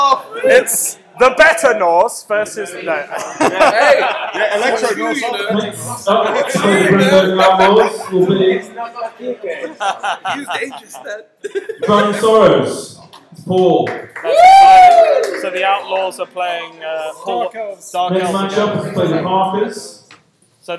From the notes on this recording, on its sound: Knockout draw LIVE on air. Very drunken analysis of the DBL knockout draw from the pub.